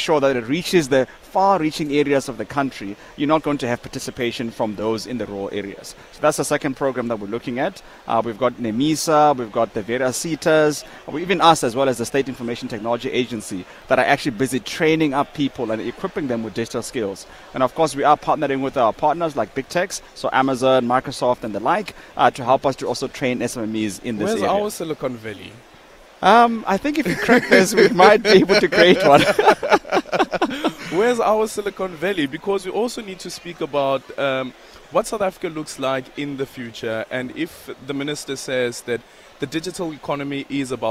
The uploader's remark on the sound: We are coming to you live from the Durban International Convention Centre where the State Information Technology Agency is hosting GovTech 2023.